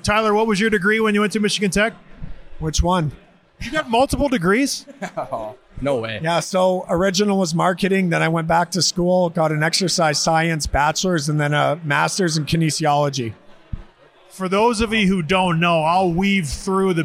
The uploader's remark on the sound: Live from the GLI. We returned to Van Andel Arena to watch Michigan Tech host the annual GLI tournament.